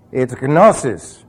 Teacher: you did put a G sound in there. Yeah, but it's almost silent. Almost silent.